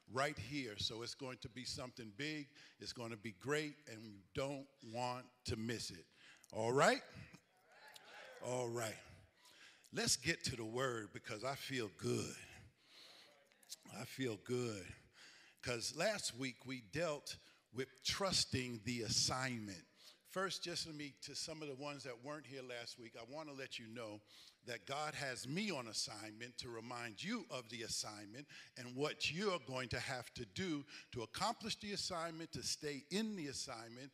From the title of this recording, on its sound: Recovery Church Live Event